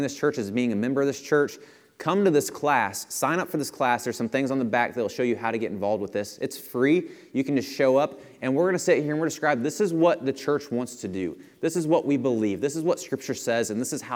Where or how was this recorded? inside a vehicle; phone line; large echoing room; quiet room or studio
large echoing room